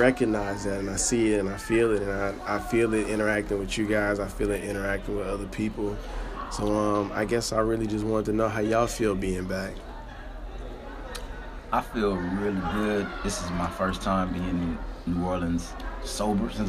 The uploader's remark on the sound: In this episode we are coming live from New Orleans at Xavier University of Louisiana’s homecoming.